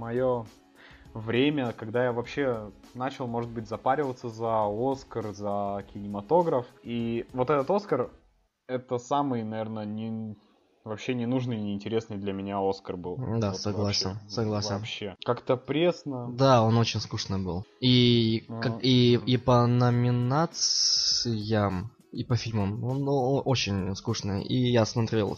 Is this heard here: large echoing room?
no